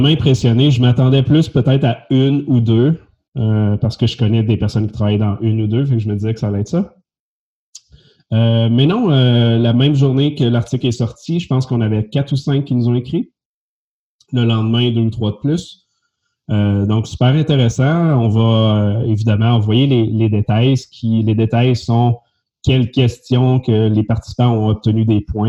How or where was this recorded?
video call